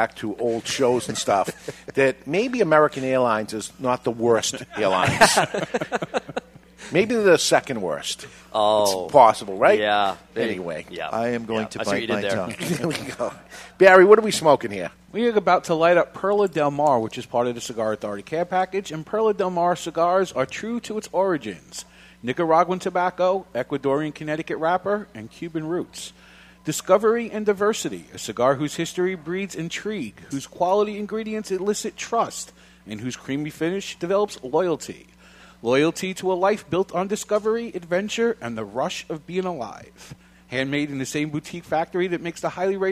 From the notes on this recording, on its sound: Live from Two Guys Smoke Shop; The Cigar Authority.